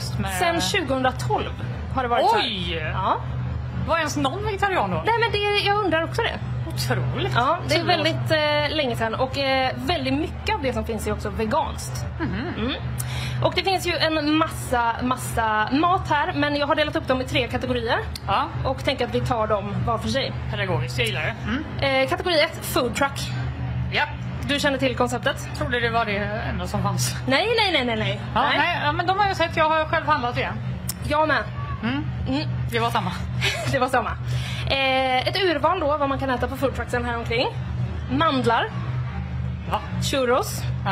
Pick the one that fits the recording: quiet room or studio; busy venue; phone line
busy venue